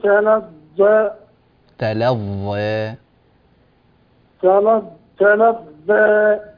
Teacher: فخم الظاء زيادة تلظى حتى لا تصير ذالا